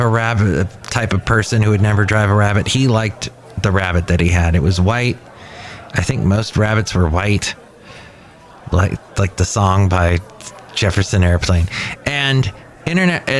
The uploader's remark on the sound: podcasts live from Café Anyway